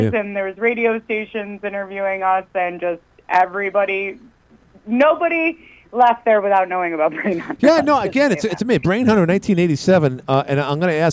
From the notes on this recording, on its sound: He had the director and producer duo call in today. Called in today.